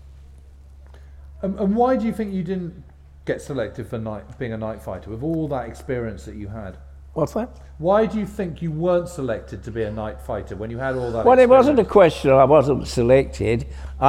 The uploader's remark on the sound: on stage at We Have Ways Fest